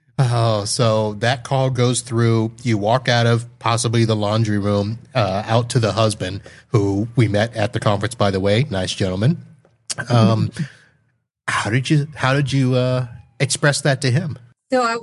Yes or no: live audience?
no